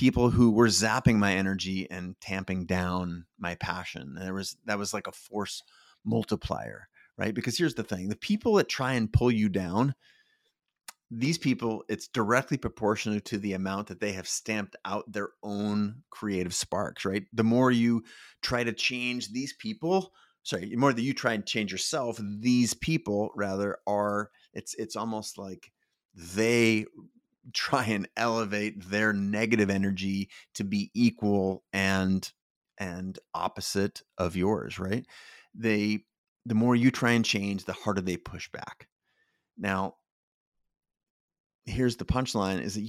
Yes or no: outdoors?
no